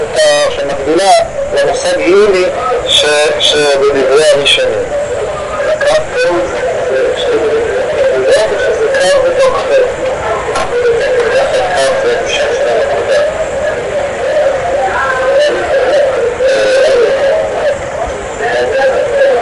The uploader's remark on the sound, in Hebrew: ההקלטה באיכות נמוכה